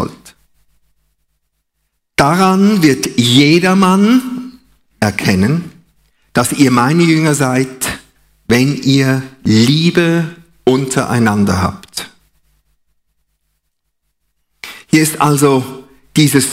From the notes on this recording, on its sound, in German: Live aus Winterthur der Dienstagsgottesdienst